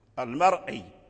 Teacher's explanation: فكلمة المرء الراء بالتفخيم وإن جاورت الكسرة، وإن جاورت الكسرة أي وإن كانت مجاورة للكسر، ولكن هذه المجاورة أن الكسر تأخر عن الراء فالراء رجعت إلى أصلها وهو التفخيم المرء.